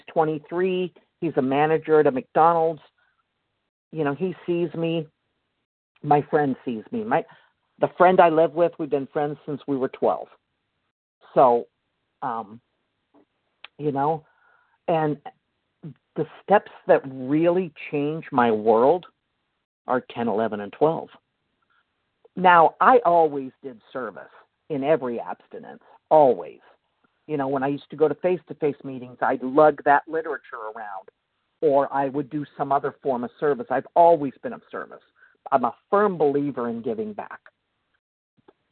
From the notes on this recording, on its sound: the 100 Pounders Phone Meeting, 9/1/23